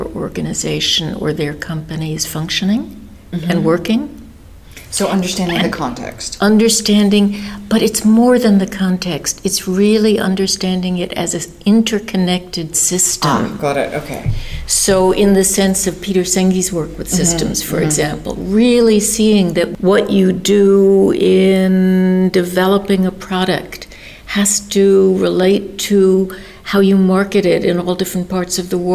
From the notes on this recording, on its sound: This interview is part of the 2017 International Leadership Association Conference Interview series in Brussels Belgium.